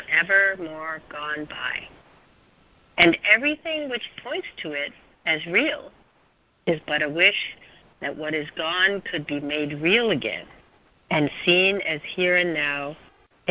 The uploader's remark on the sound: ACIM Daily Conference Call